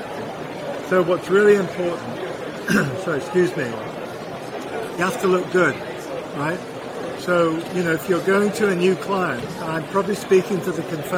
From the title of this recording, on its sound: LIVE from MANTS